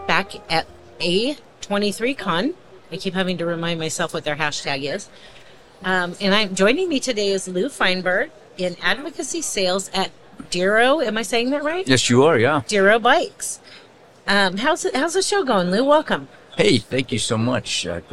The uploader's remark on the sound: In this bonus episode, we share day 2 from our live podcasting event at the 2023 AIA Conference on Architecture in San Francisco, California. On the expo floor of A’23.